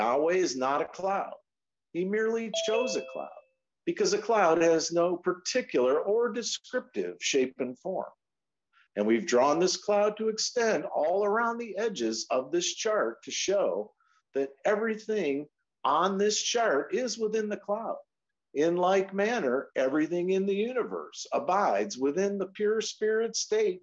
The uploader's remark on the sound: Oceanside Zoom Class